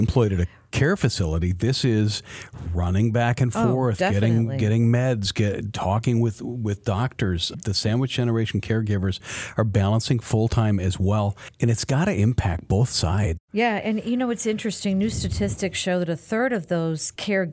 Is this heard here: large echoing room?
no